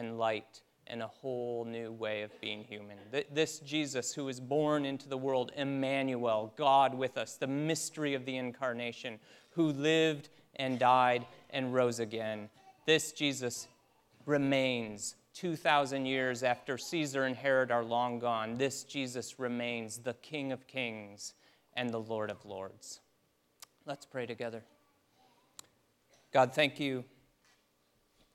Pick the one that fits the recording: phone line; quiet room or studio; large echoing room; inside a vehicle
large echoing room